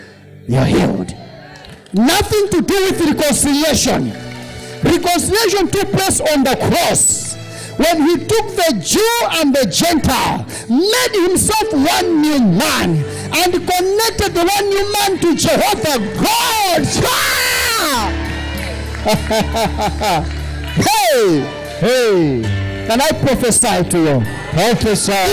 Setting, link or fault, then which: setting, live audience